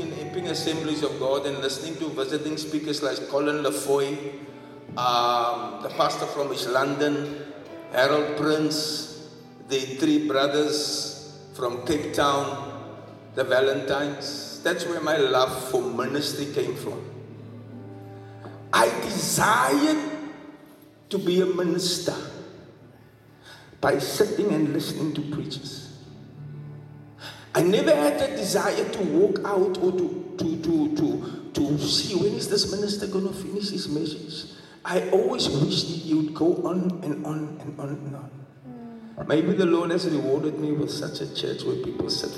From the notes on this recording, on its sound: Preached at the Bethel Assembly of God Church in Sydenham, Durban-South Africa.